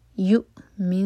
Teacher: یؤ cut off sound کے ساتھ حمزہ